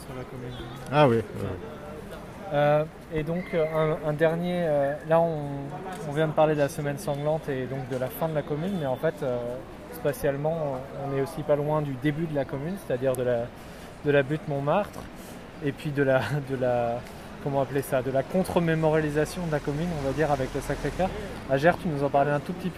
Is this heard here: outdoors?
yes